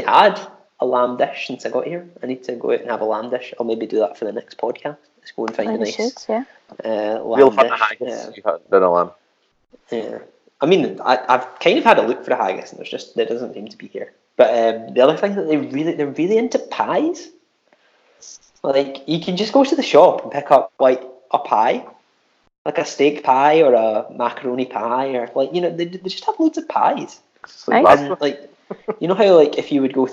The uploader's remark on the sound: Forgive us the audio quality as we attempt to record over the seas for the first time.